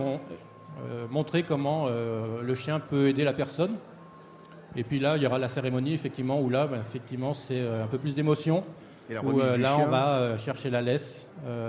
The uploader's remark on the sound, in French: en direct des halles inclusives 2022